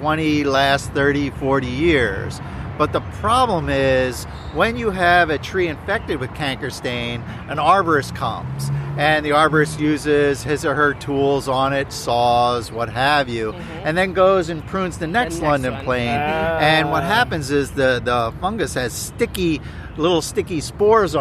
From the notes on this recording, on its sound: Recording outside on the Benjamin Franklin Parkway